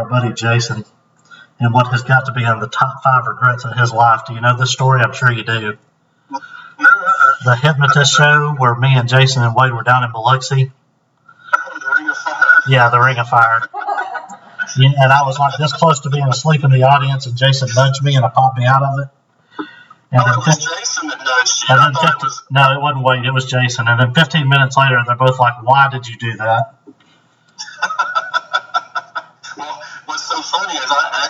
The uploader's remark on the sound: the sound quality is worse